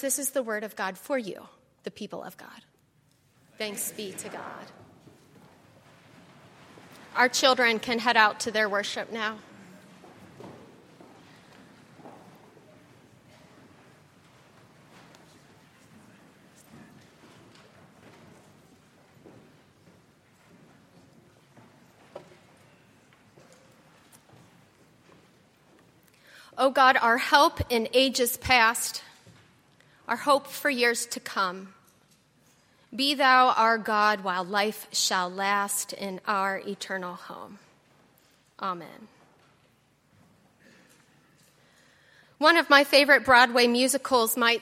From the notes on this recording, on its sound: on Sunday, October 28, 2018, at Highland Baptist Church.